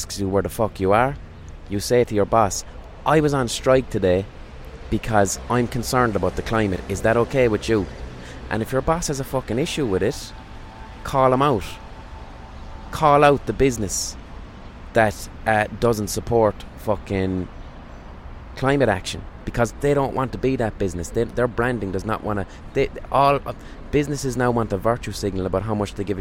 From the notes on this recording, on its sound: Recorded on a park bench.